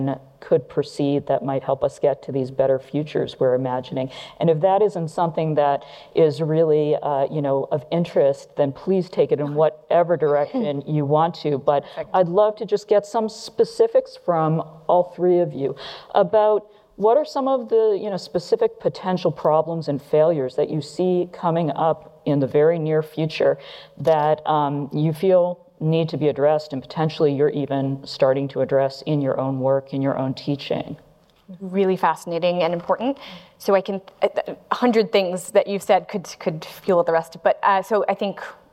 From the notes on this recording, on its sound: Panel | Live from Datapalooza.